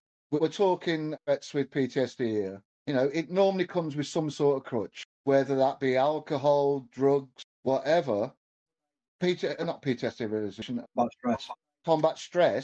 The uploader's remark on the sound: Please excuse the audio, we had some technical issues